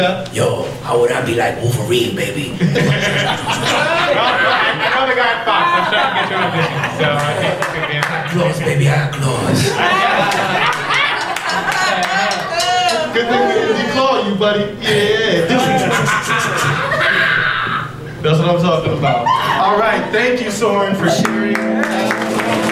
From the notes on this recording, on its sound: Live show at Caveat.